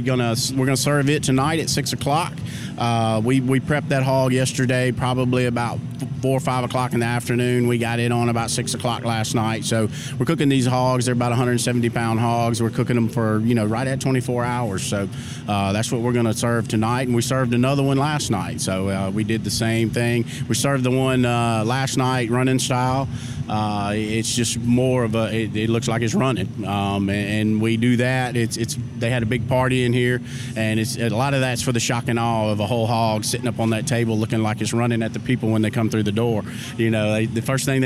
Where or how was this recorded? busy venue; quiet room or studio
busy venue